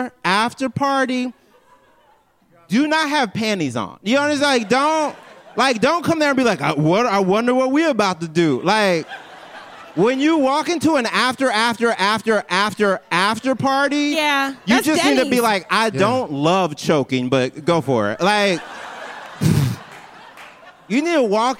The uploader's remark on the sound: LIVE at the Bell House BK.